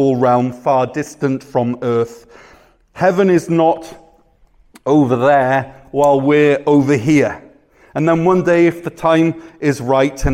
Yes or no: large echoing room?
yes